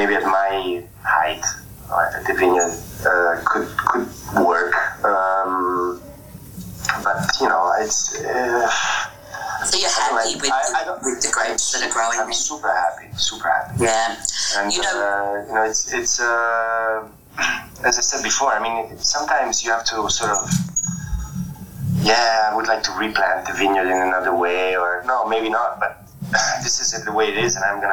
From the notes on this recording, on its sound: Recorded on Clubhouse and replayed here on the Italian Wine Podcast!